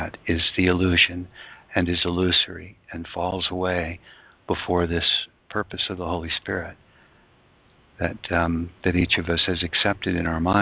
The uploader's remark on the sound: ACIM Daily TEXT Conference Call